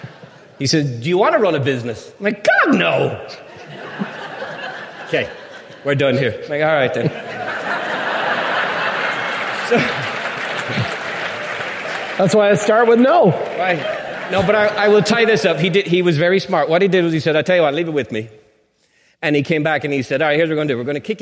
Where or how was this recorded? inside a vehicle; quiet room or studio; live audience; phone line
live audience